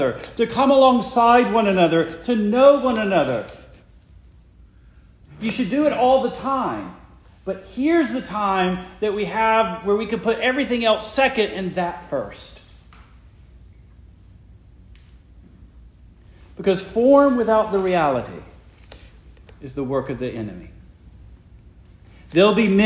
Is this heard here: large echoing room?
yes